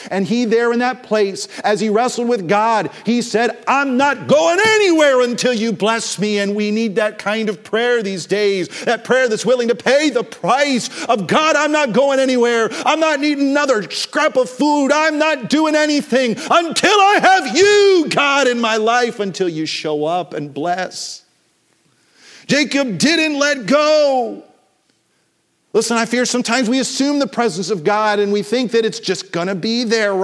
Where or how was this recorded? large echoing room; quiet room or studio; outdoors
large echoing room